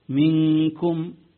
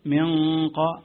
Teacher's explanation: قارب الإظهار عند أولي كم قرب، يكون كأنه إظهار، تسمعه كأنه إظهار، فتقول منكم، منق. الفرق بين الكاف والقاف أن الكاف مستفل والقاف مستعلي